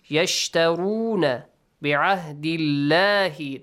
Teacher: The letter lam, the word Allah, is pronounced lightly